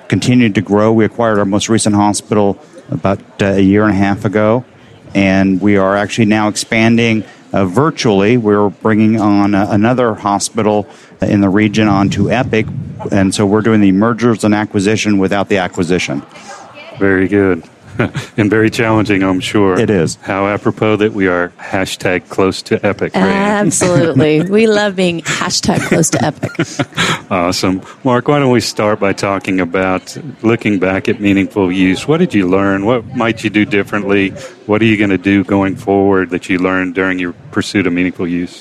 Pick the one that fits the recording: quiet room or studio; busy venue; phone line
busy venue